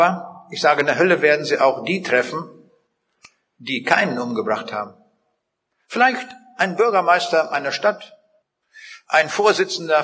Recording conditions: large echoing room